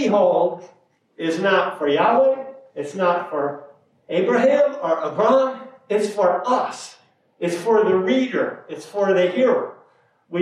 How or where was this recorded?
large echoing room